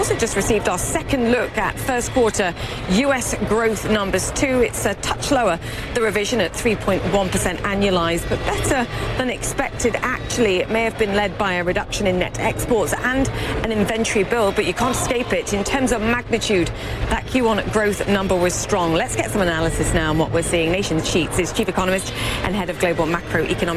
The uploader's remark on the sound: live from the New York Stock Exchange